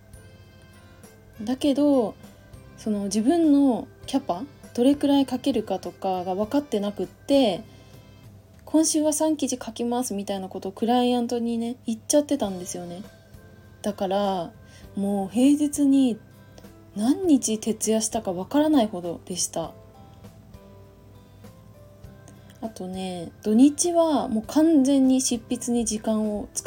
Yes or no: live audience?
no